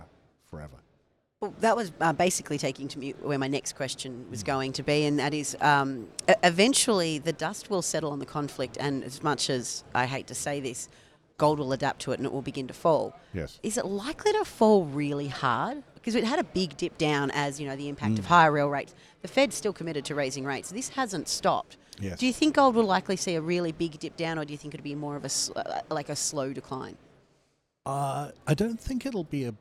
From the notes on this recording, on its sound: Recorded at the International Mining and Resources Conference (IMARC). Recorded at the International Mining and Resources Conference (IMARC).